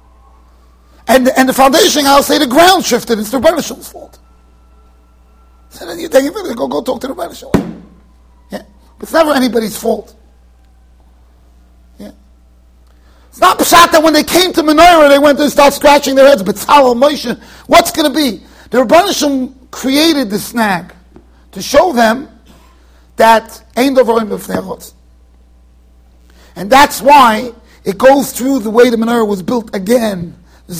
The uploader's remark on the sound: Shiur recorded in Yeshivas Ohr Reuven, Monsey NY.